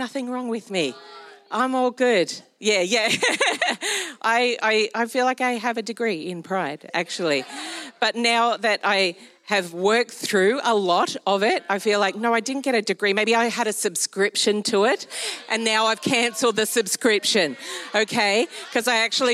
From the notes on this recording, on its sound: Recorded during our Melbourne East service